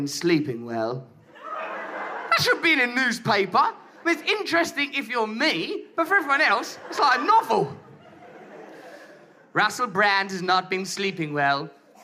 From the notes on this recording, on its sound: Live in New York City (2011).